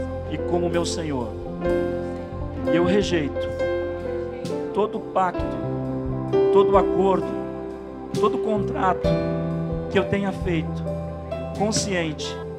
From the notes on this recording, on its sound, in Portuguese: Em nosso Culto de Celebração. Na Igreja ABA Curitiba (Transmitido ao vivo).